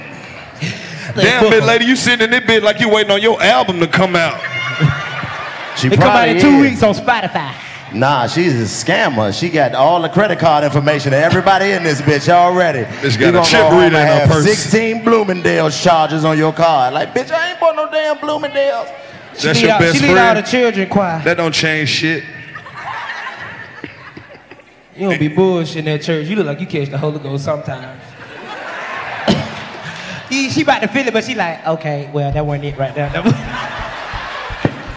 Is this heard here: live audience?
yes